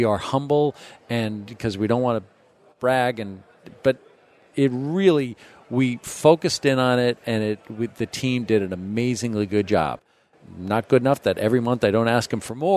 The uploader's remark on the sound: This Datanauts episode was recorded live at Microsoft Ignite 2018.